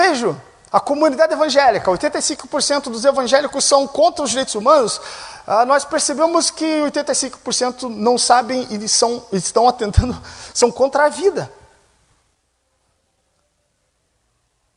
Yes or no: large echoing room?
yes